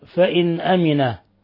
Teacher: نون ساكنة جاء بعدها الهمزة، الحكم التجويدي إظهار حلقي